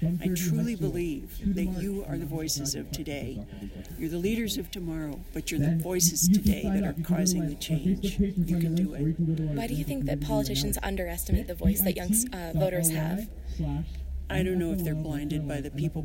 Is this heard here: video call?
no